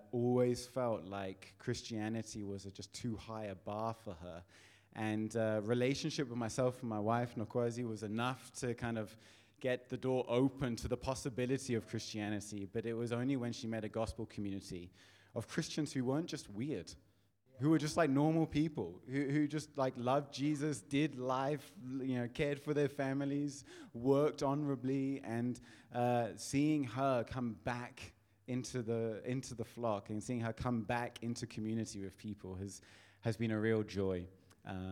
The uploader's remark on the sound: Audio session recordings from the recent Advance Africa Leadership Conference, which took place in JHB, South Africa in July/August 2023.